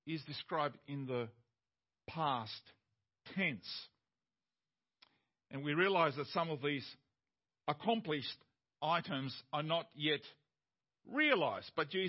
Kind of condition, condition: setting, large echoing room